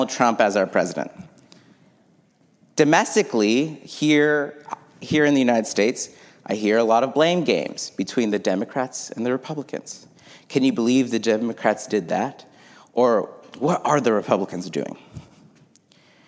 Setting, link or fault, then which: setting, large echoing room